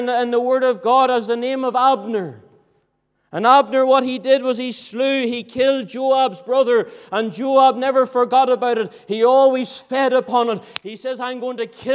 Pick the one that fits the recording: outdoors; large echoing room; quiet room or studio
large echoing room